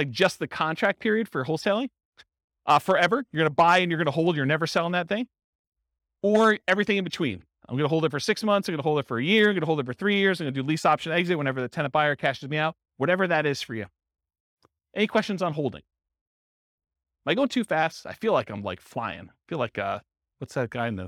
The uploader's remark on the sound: This was a live class recorded. Burlington, Vermont.